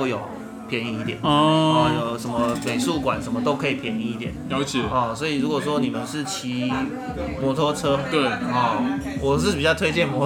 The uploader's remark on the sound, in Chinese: 本集白噪音指數：北風級 4/5。於各種白噪音環繞的居酒屋中。錄音地點： 下班去哪居酒屋（已歇業）。